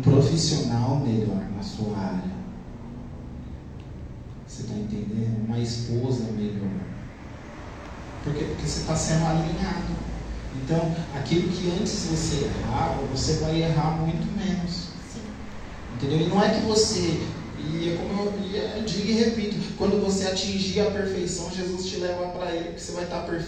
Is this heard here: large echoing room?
yes